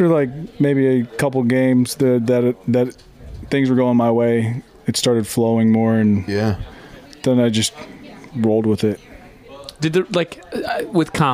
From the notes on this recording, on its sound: live from Fan Fest